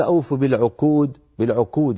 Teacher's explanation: قاف ضعيفة تكاد تكون كافا